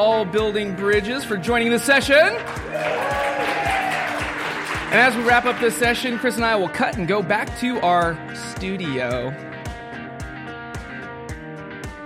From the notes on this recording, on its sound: LIVE from Building Bridges 2017.